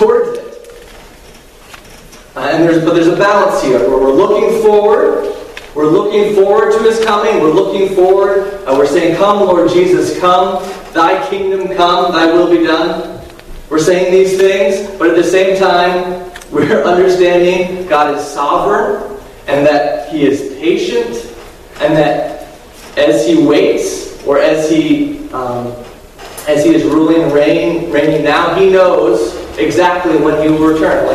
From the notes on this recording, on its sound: given at Harmony Bible Church in South Thomaston, Maine